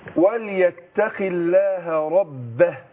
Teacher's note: شوف الباء هنا ايه الباء مشددة والهاء مرققة